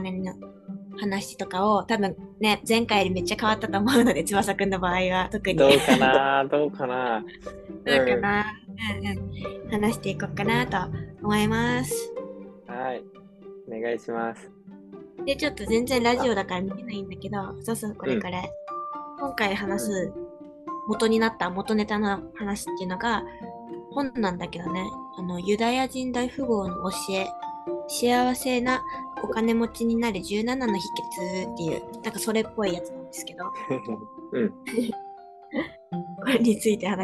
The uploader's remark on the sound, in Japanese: 序盤、音声が途切れていますがご容赦ください